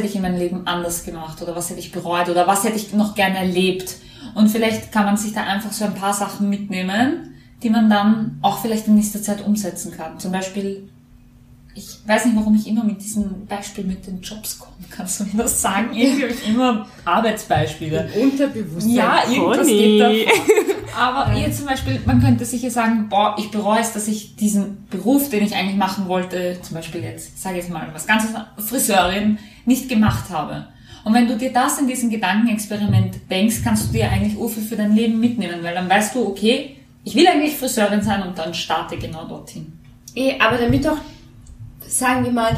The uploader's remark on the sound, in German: Entschuldigt die schlechte Qualität diesmal, das Mikro ist bei den Aufnahmen leider nicht gut gestanden